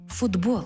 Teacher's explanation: Чому в транскрипції звук «Д»? Бо глухий «Т» поруч із дзвінким «Б» перетворюється на дзвінкий «Д» поруч із дзвінким «Б». Глухий знайшов собі дзвінку пару.